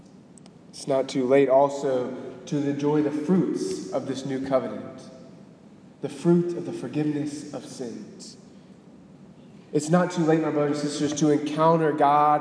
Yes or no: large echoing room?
yes